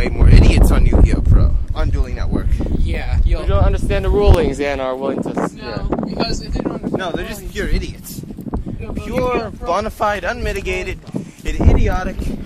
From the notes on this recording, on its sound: Forgive us for the wind in the background.